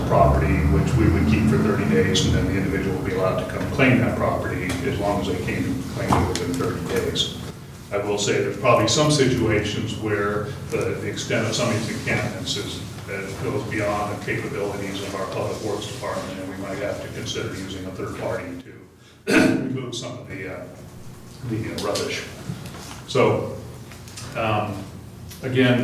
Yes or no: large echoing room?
yes